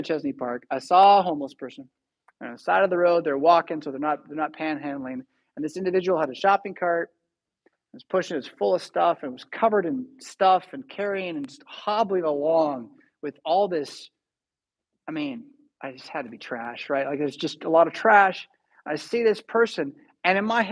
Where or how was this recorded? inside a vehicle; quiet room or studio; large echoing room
large echoing room